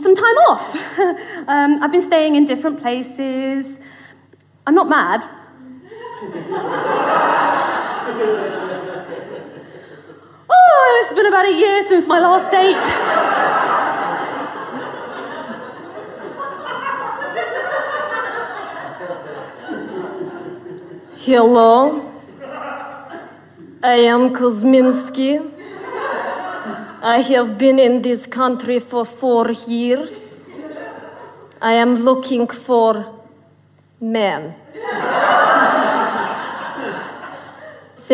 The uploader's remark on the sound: Narrator: full cast. Format: Original Recording. Publisher: Blackstone Audio, Inc. Recorded in front of an audience at the New Diorama Theatre.